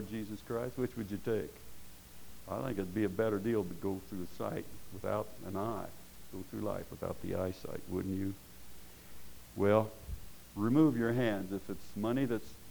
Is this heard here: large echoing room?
yes